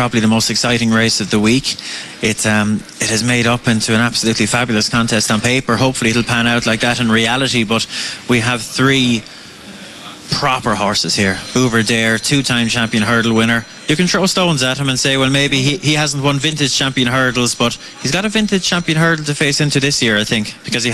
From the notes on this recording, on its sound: Originally broadcast live from Connolly's Redmills, Kilkenny, on Thursday 7 March 2019.